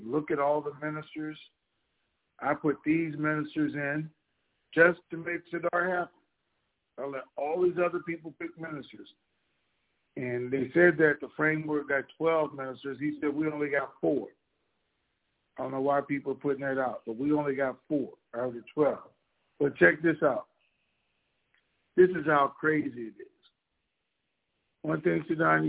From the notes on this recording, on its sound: TNTSuperfantastic Conference Call